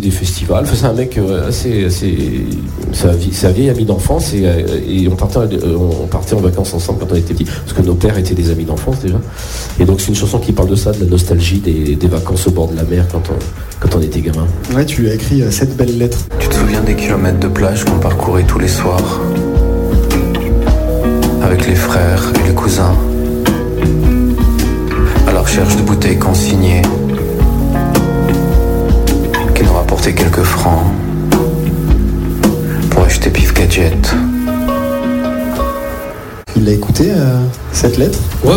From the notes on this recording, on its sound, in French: sur la scène du quai des artistes